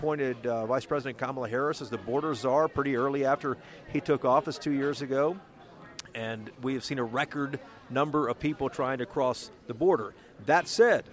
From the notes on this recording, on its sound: This is also the first Y’all-itics we’ve ever recorded in an airport bar.